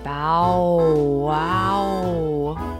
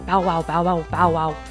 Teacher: I grew up in Tennessee, where the dogs like to elongate their vowels. · Shown in: first take · Think bow, wow.